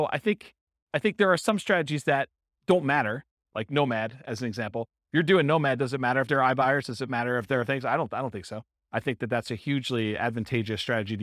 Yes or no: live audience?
yes